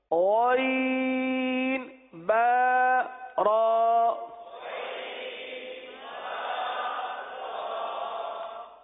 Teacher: پڑھنا جیسے کل عرض کیا تھا گاف کی طرح نہیں پڑھنا غین حلق کے اندر اتار کر پڑھنا ہے